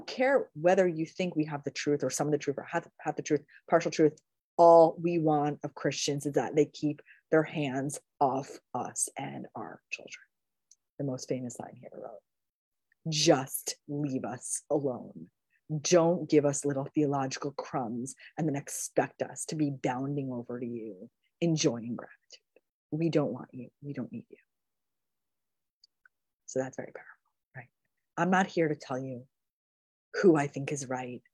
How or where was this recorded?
video call